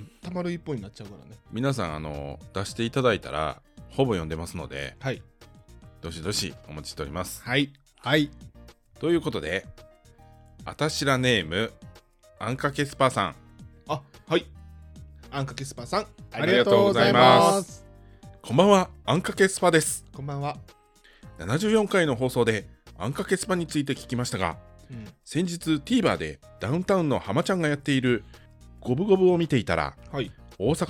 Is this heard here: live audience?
no